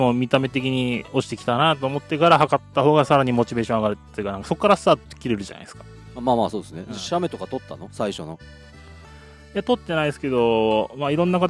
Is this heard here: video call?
no